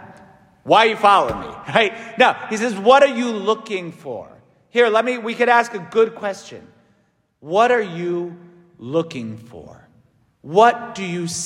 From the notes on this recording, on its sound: St Francis Catholic parish homily